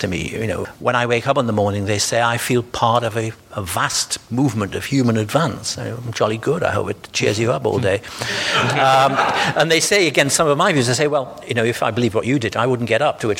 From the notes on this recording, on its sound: The podcast was recorded at the Bristol Festival of Ideas in May, at the Arnolfini . The podcast was recorded at the Bristol Festival of Ideas in May, at the Arnolfini .